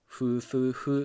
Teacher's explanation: 無声の破裂音がゲルマン祖語ではフーフーフーっていう摩擦音に変わったと考えられています · IPA: *f *θ *x